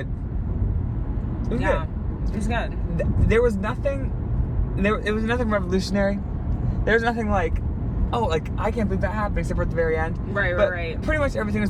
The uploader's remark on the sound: We filmed this in the car because the theater we went to was far af...